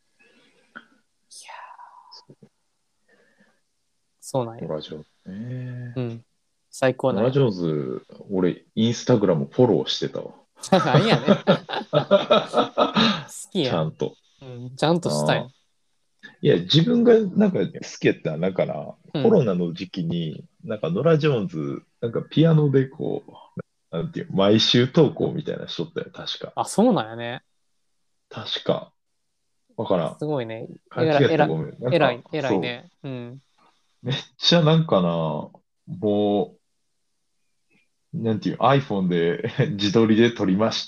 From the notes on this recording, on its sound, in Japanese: 回線トラブルに悩まされながらの収録は続く。